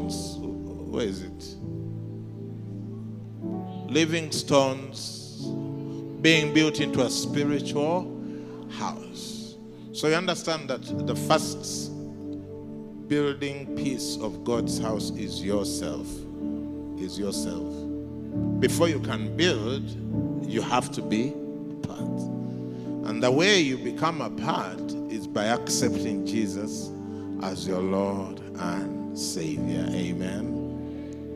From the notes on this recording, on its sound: Preached at Worship Harvest Church, Kampala.